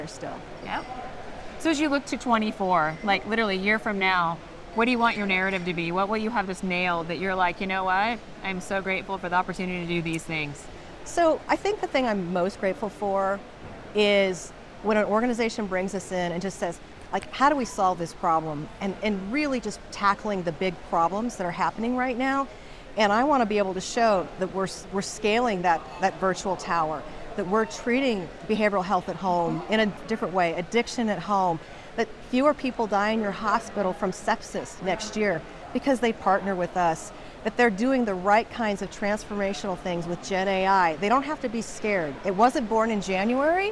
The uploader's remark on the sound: live from the 2023 CHIME Fall Forum